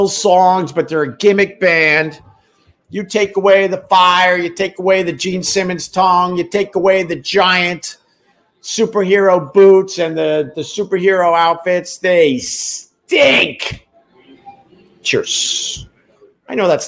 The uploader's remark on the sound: Recorded at Tuesdays at Gebhards with my friend and the owner of Gebhards. Someone is crashing our livestream.